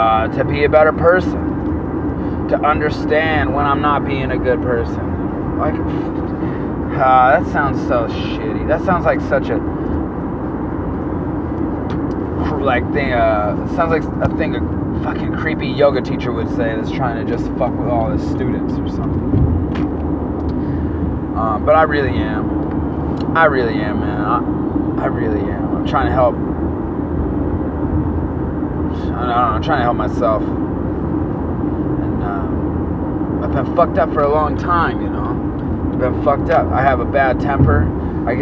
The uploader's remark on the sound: Please excuse the road noise.